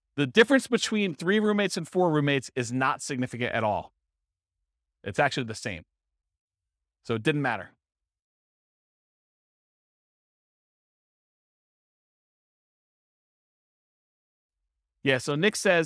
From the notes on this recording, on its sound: This was a live class recorded